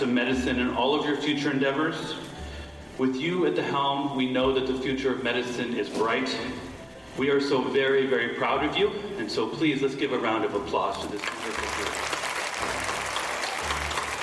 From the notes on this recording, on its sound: Interviews with medical students and footage from UIC's 2023 Mach Day event—recorded live at the University of Illinois College of Medicine at Chicago.